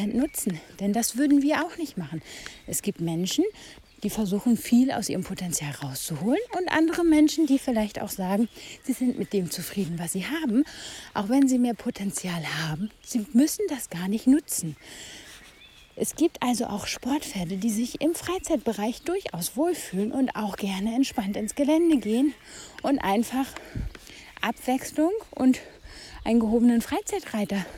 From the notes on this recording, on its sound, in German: Diese Folge wurde draußen aufgenommen und kann Nebengeräusche beinhalten und eine schlechtere Tonqualität aufweisen.